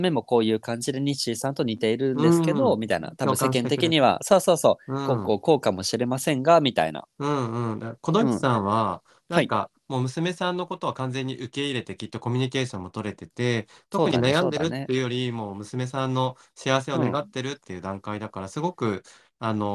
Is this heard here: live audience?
no